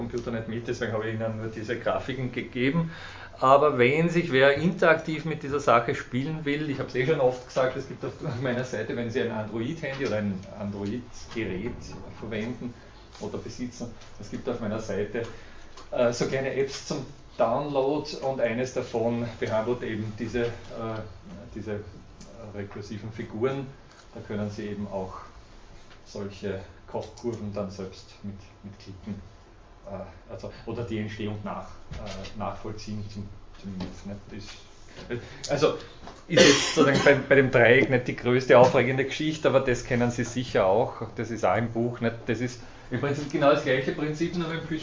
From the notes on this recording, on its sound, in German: Diese Vorlesung wurde von Studierenden aufgenommen